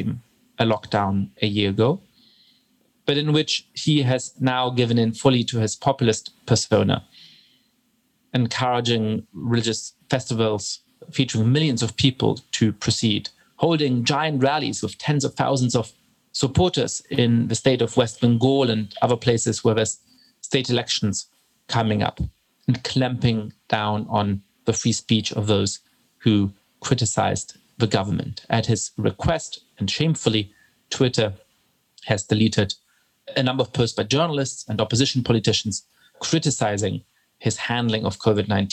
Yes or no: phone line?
no